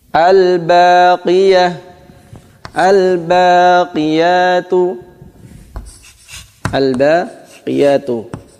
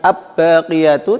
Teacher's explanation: Jadi lamnya dibaca jelas, al-baqiyatu, bukan ab-baqiyatu, tapi al-baqiyatu, lamnya jelas, lam sukunya dibaca izhar. · Shown in: first take